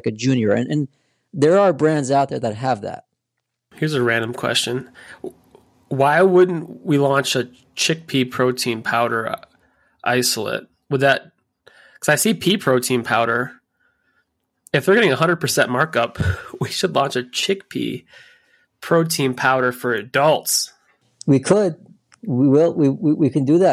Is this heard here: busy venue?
no